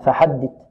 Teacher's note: الثاء هنا مثلثة تخرج من طرف اللسان مع طرف الثنايا العليا، فحدث، لا نقول فحدث وإنما فحدث فحدث.